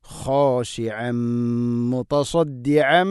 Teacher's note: ഐന് തൊണ്ടയുടെ മധ്യഭാഗമാണ് മഹ്റജ്, അതുകൊണ്ട് വളരെ ശ്രദ്ധിച്ചുകൊണ്ട് ഉച്ചരിക്കണം